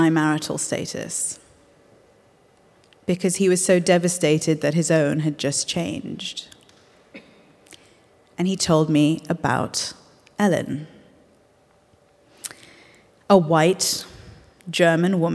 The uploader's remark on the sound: live from the Union Chapel in London